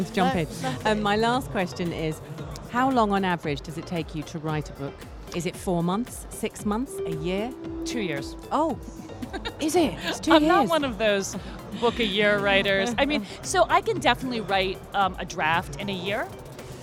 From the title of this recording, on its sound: Live from SIBF 2023